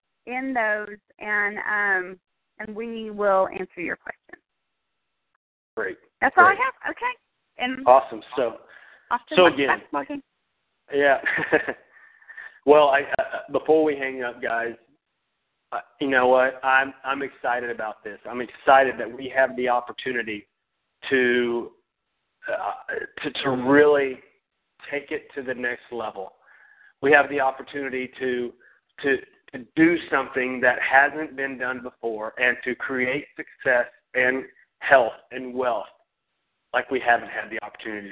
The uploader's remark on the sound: Team Elite Conference Call